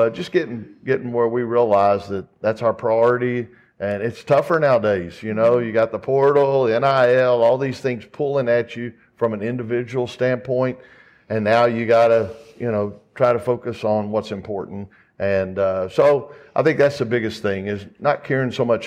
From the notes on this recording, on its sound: FULL NC STATE WOMEN'S BASKETBALL PRESS CONFERENCE, ACC KICKOFF 2023.